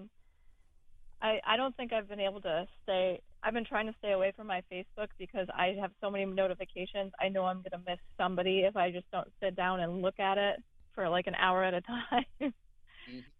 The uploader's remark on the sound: on the phone on this edition of the program